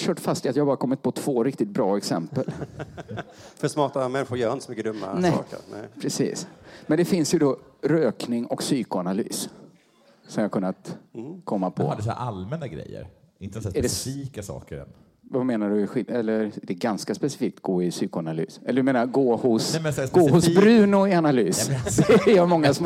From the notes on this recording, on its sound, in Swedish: Inför publik på Rigoletto.